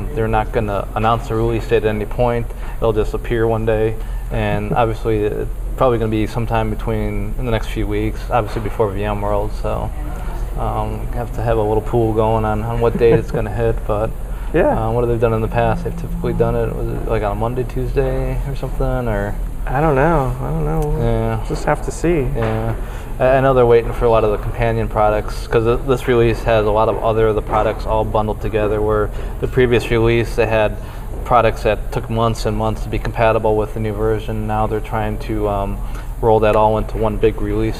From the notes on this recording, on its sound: LIVE from the VMware vSphere 5 Launch in San Francisco